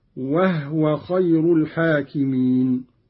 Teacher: قرأ قالون بإسكان الهاء تخفيفا، وهو خير الحاكمين.